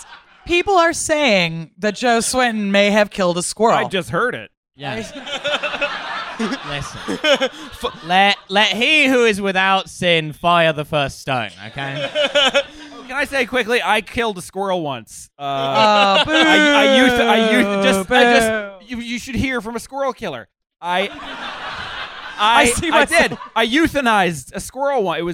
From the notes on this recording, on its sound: Please enjoy this live recording of Trasfuture live in London on December 3, 2019!